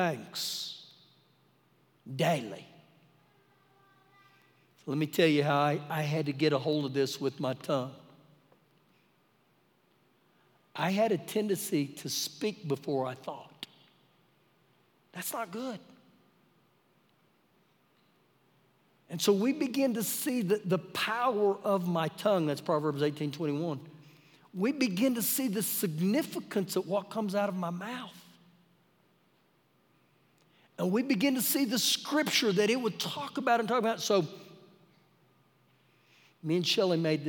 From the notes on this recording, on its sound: Recorded live during our Wednesday night service